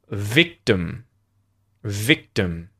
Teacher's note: im at the end of victim becomes a schwa